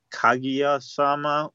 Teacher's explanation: Although I think they pronounce, I just wanted to point this out, the way you pronounce it, I think they pronounce it Kaguya-sama with the emphasis on the ka instead of the gu, but that's just what I noticed.